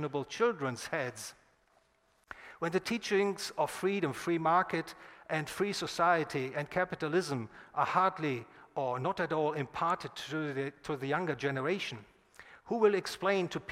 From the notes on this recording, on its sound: recorded at the Property and Freedom Society in Bodrum, Turkey, 16 – 21 September 2021